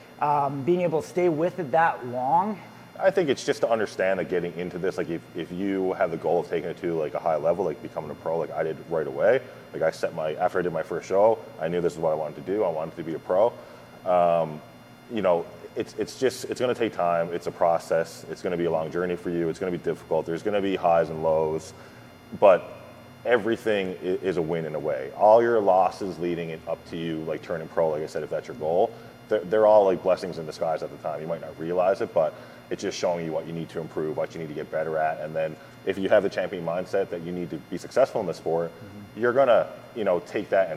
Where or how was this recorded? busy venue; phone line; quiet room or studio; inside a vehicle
busy venue